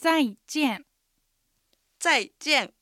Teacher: アクセントはどちらも下がる4声